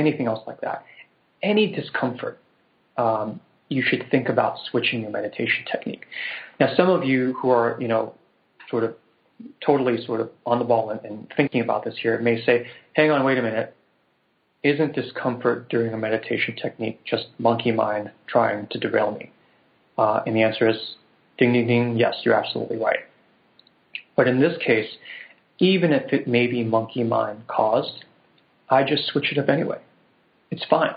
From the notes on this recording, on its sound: This is the first in a series of free weekly conference calls